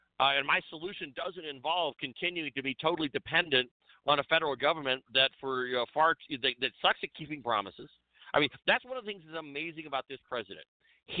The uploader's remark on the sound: calls